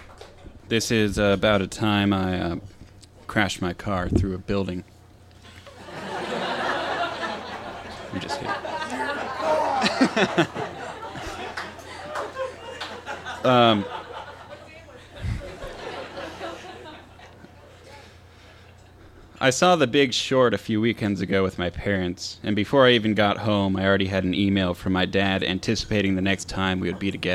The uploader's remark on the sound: Recorded live on 8 March 2016 at Tiger!Tiger! Tavern in San Diego, California.